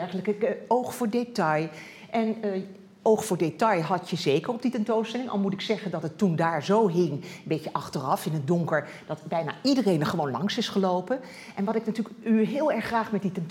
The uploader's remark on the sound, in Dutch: Deze lezing werd opgenomen in Museum Catharijneconvent. Is georganiseerd in het kader van de tentoonstelling Body language.